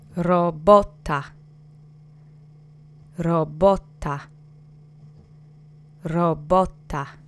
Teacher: The accent is on the middle syllable, the penultimate syllable.